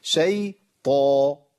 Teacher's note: الطاء هنا في أعلى مراتب التفخيم، تبقى إيه؟ تبقى صوتها أقوى صوت للطاء في القرآن كله